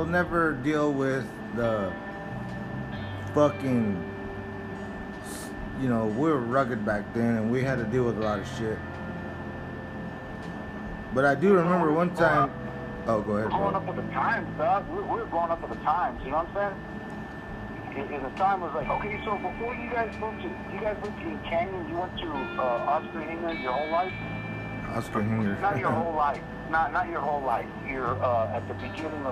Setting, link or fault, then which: link, phone line